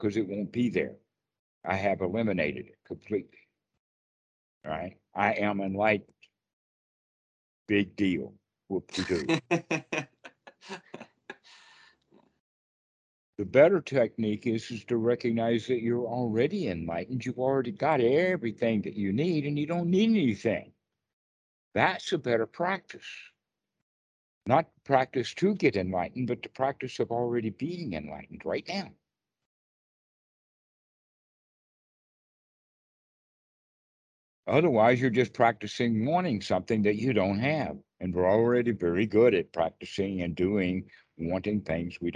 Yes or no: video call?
yes